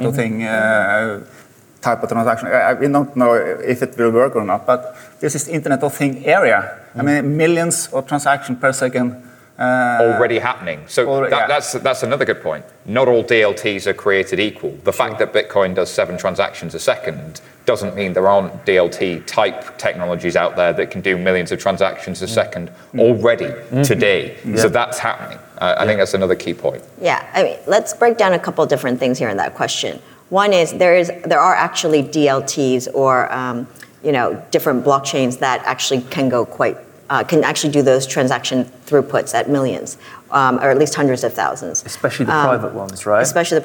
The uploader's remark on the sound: directly from the stage at Money20/20